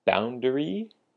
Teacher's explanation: the word boundary has the emphasis on the first syllable